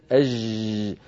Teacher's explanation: صوتها مفتوح المخرج يستطيع الصوت أن يمتد · Term: رخوة